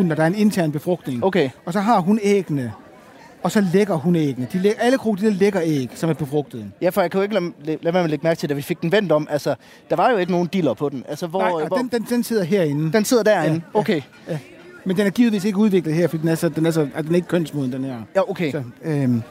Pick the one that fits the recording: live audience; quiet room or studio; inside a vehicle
live audience